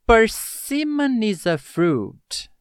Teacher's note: Aqui eu tive a ligação do persimmon, termina com N, uni com is e uni com a. · Term: linking sound